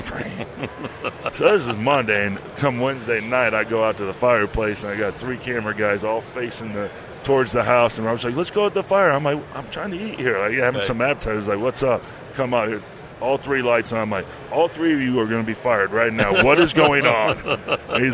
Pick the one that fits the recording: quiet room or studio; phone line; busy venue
busy venue